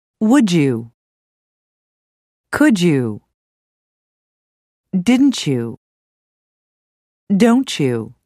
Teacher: D and t on the ends of certain words combined with y are two of those sounds. D plus y sounds like j, and t plus y sounds like ch. · Term: reduction